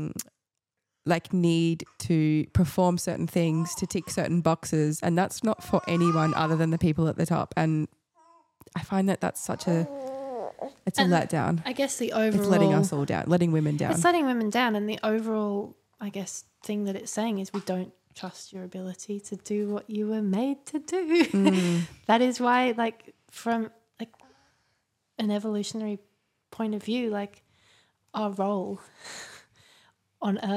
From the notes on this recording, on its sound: two (slightly noisy) boys in the studio and we apologise for any disturbances in the audio